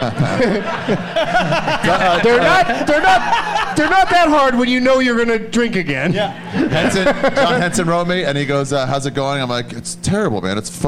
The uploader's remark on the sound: Live from the All Things Comedy Festival in Phoenix